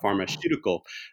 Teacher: what sometimes happens with this Y sound is that it disappears